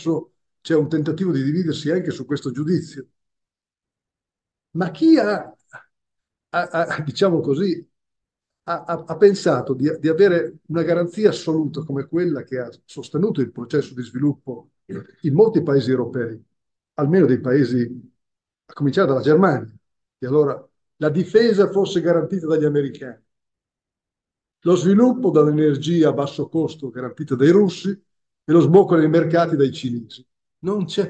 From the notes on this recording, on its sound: This podcast is the recording of the event co-organised by the UEF and the MFE (Italian section of the UEF) at the Collegio Ghislieri in Pavia. This podcast is the recording of the event co-organised by the UEF and the MFE (Italian section of the UEF) at the Collegio Ghislieri in Pavia.